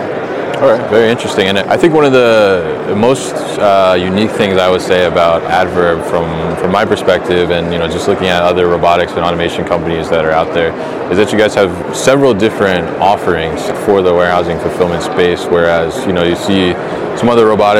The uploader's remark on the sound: live from Manifest 2023